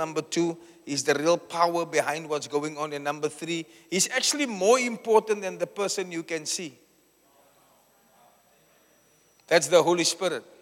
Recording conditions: live audience